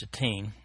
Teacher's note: The actual Hebrew word there is pronounced Shittim, accent on the second syllable.